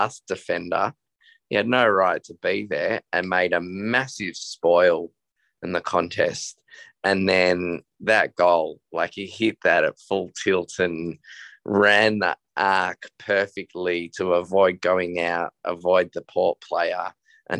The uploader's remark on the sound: In the minutes following Hawthorn’s unexpected win against top four fancies Port Adelaide. Jumped on Zoom for a very raw post-win player ratings. Was dialling in from his Adelaide hotel room.